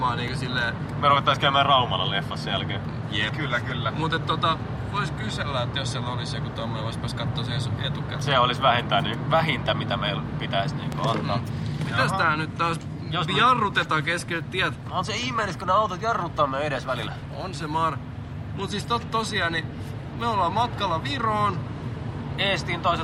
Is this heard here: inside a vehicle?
yes